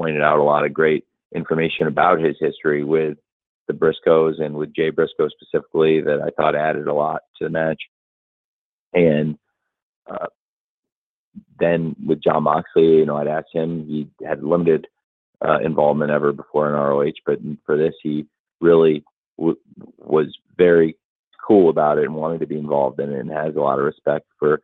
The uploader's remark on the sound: pre-event media call, recorded on December 12, 2023